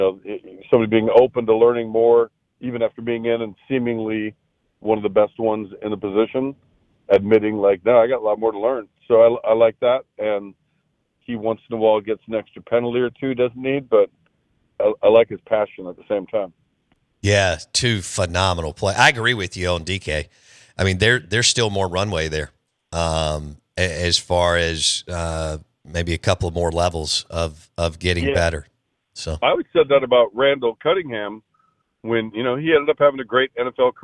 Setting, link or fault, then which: link, phone line